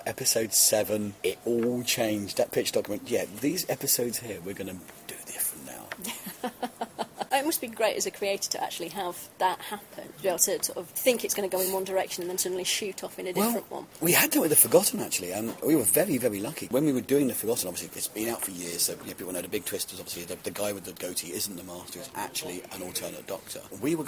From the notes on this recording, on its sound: With a microphone at MCM Expo, the big comic con down in London.